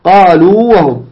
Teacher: الواو الأولى هي ساكنة من الجوف، الواو الثاني متحركة من الشفتين · Term: الواو المدي